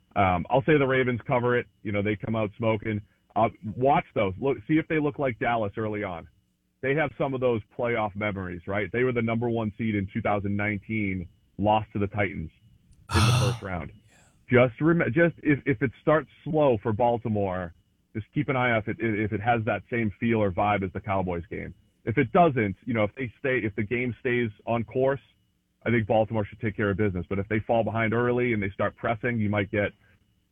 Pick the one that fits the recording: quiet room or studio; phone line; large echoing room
phone line